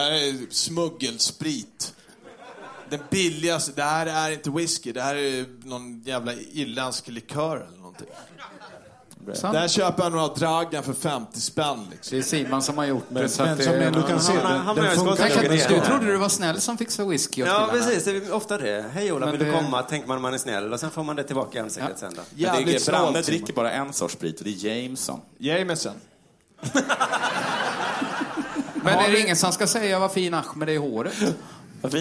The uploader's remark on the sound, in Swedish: Här kommer resten av kvällen från Scalateatern, som spelades in live, den 19e oktober!